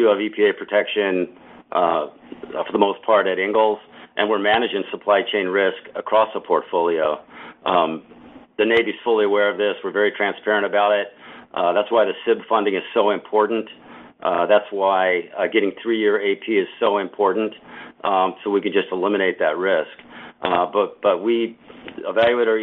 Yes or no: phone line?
yes